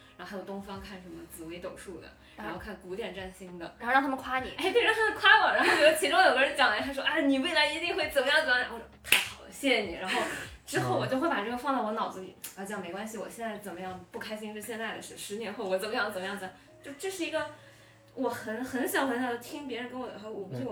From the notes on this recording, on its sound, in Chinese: 本期录制时间是今年3月，彼时录音设备还没升级，4个人对着一个麦讲话，距离不一样，可能声音大小会有些波动，见谅～。